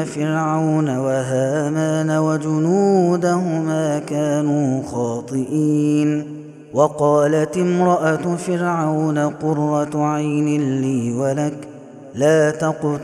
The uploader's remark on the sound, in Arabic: هذا التسجيل من صلاة التراويح